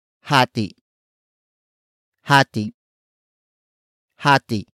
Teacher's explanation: the root word ends in a vowel that comes with a glottal stop